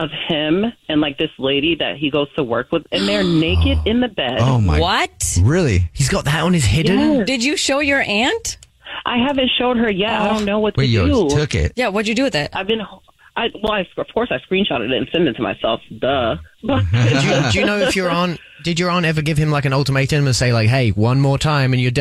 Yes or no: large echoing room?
no